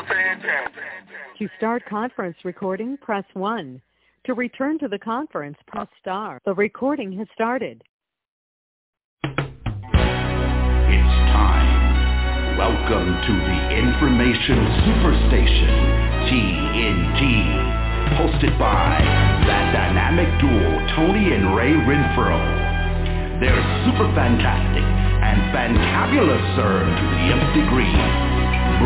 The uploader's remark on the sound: TNTSuperfantastic Conference Call